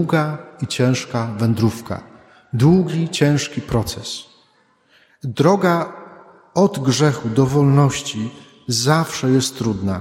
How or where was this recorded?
large echoing room